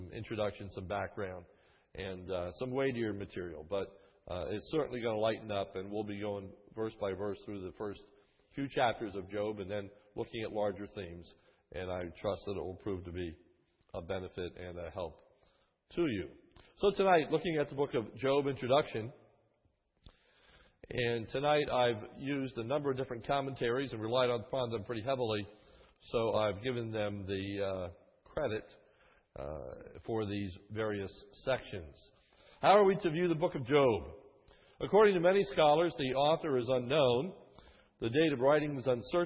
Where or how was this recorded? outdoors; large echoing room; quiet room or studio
large echoing room